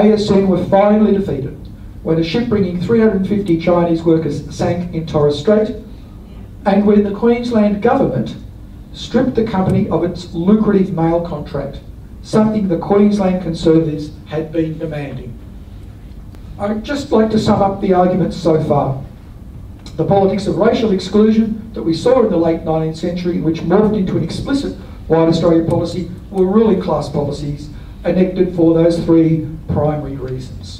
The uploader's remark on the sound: This talk was delivered as the Brisbane Labour History Society's Alex Macdonald Memorial Lecture 2023.